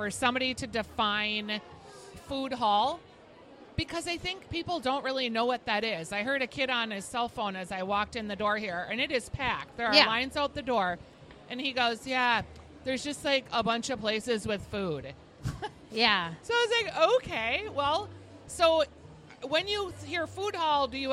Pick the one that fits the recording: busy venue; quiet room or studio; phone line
busy venue